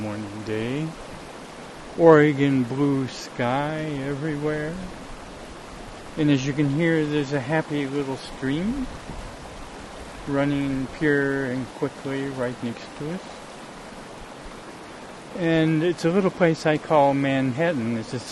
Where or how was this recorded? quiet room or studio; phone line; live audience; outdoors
outdoors